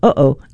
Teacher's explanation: Unlike most sounds, it's not made with tongue, lips, or teeth. Rather, your vocal folds create the pause in a phrase like, uh-oh · Term: glottal stop